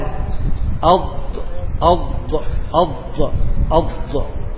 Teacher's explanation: والاستطالة إن أردت حدها هي امتداد الضاد في مخرجها